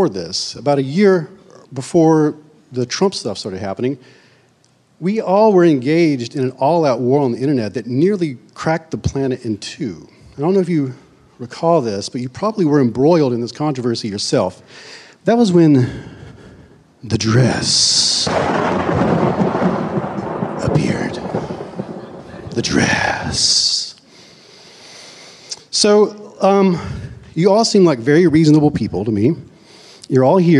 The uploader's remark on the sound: Live in New York, at The Be…